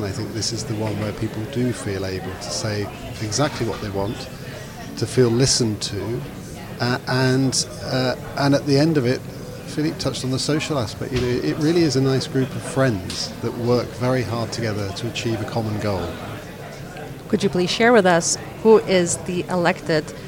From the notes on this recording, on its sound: Live from the ESVS Annual Meeting held in Belfast in September 2023. This time at the Podcast Corner.